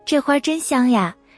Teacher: 说呀的时候语调轻快、上扬，透着活泼和亲昵